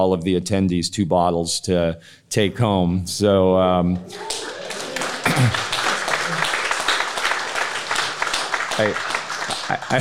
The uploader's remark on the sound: As part of the recent Craft Beer & Brewing Brewer’s Retreat, hosted by Russian River in late May 2023. Moderated panel discussions before a live audience of attendees and featured brewers. This episode is a recording of one such panel.